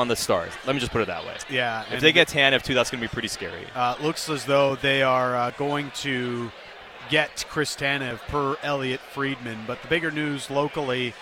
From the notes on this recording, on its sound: live at the JCC Sports Dinner